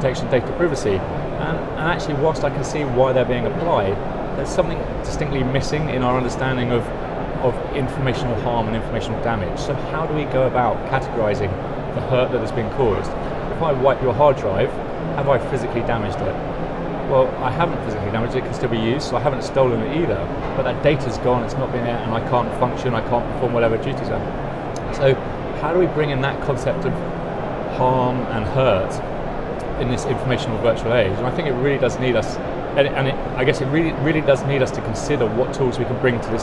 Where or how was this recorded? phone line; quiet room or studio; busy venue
busy venue